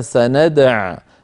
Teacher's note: فحفص رحمه الله يقف عليها سندع هكذا محذوفة الواو.